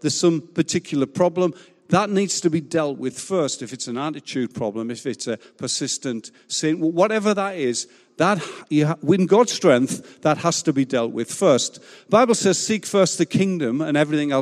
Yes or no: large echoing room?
yes